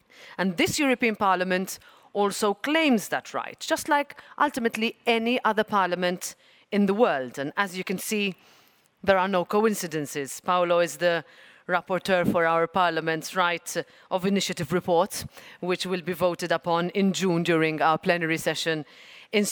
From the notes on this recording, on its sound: This episode was originally a live event. In the European Parliament in Brussels.